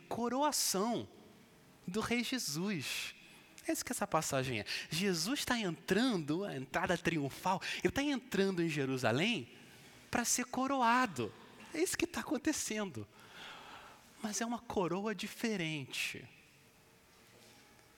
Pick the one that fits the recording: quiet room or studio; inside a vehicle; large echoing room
large echoing room